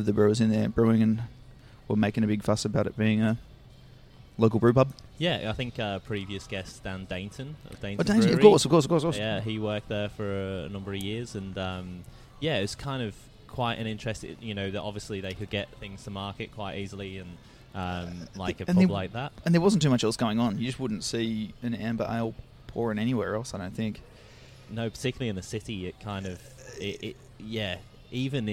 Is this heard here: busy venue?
yes